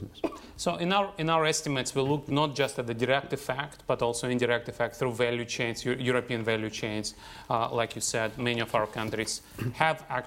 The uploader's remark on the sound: Was recorded in front of a live audience at our headquarters at the heart of the City of London.